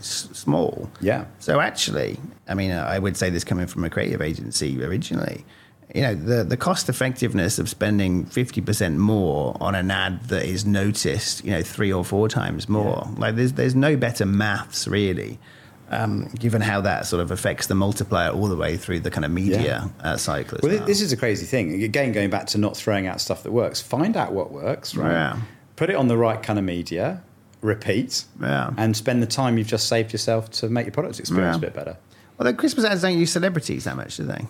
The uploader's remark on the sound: recorded from Cannes Lions Festival of Creativity